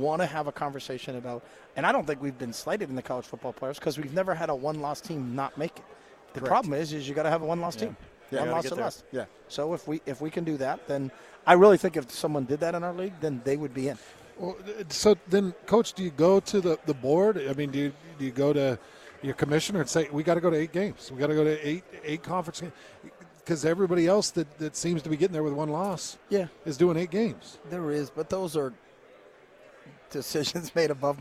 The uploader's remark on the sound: live from Pac-12 Media Day